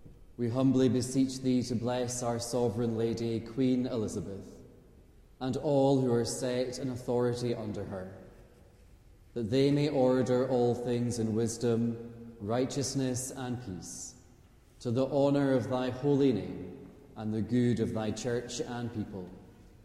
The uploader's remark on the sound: Live Choral Evensong